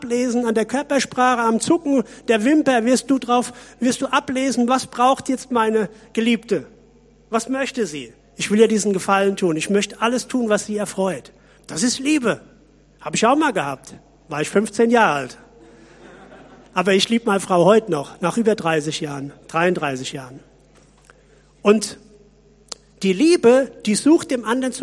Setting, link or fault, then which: setting, large echoing room